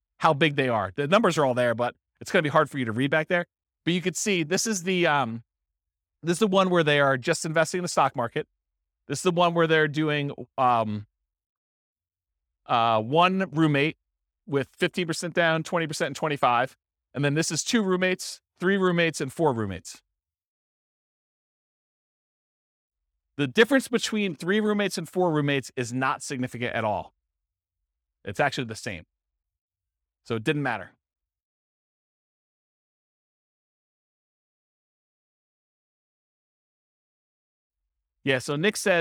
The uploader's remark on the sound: This was a live class recorded